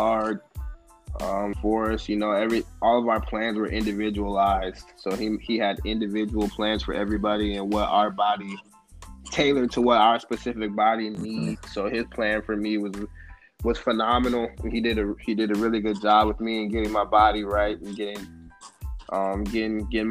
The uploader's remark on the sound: talk over the phone